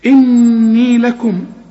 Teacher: النون عليها الشدة لازم تغن